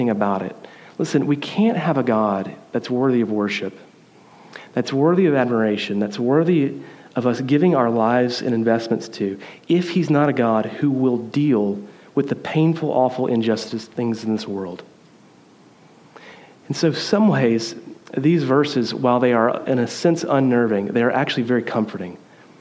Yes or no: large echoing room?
yes